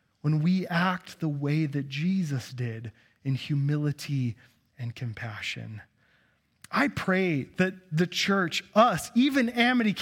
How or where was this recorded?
large echoing room